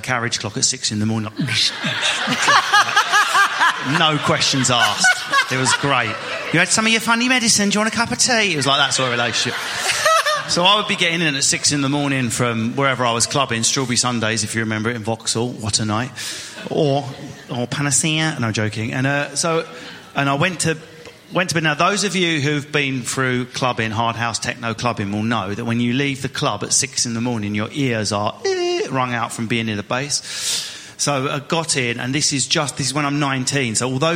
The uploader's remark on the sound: All in front of a studio audience as part of the Manchester Podcast Festival.